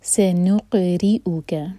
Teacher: سین light س اور وسل والا ساؤنڈ س، سنق قاف پر قلقلہ اور نون پر جو دمہ ہے تب ہمارے ہوٹ گول ہوں گے، لیکن جب قاف پر پہنچیں تو ہوٹوں کو پھیلا لیں.